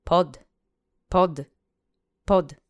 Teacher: it's not really a hard D, duh. You can probably hear it in the way I say it. It's a little softer, but it's not quite a T.